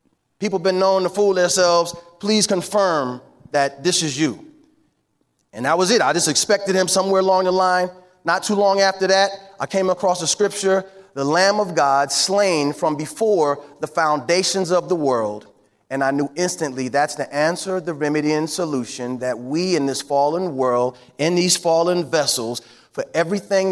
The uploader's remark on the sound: On this very special episode, you'll get to hear the keynote speaker from the FCA Bowl Breakfast.